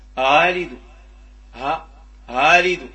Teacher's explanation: تنطق شيء من الهمزة وشيء من الألف في حالة الفتح، شيء من الهمزة وشيء من الياء في حالة الكسر، شيء من الهمزة وشيء من الواو في حالة الضم. · Term: التسهيل